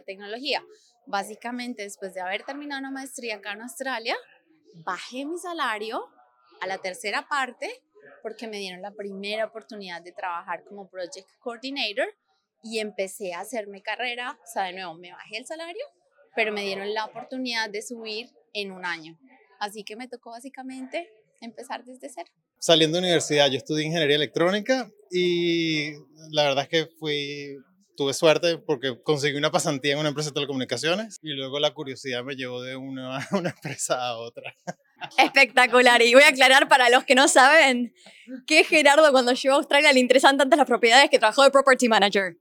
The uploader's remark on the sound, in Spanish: Este podcast fue grabado en uno de nuestros últimos eventos en Sydney.